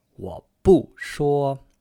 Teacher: 我 in the third tone, 不 in the fourth tone, and 说 in the first tone